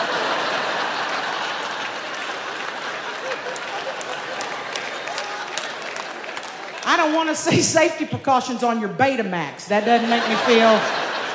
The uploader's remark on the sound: At Snap LIVE! in Brooklyn. Performed Live at Brooklyn Academy of Music.